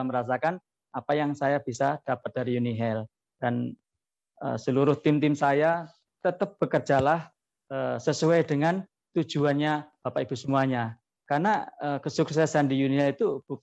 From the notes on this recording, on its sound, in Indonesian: Podcast ini adalah hasil rekaman webinar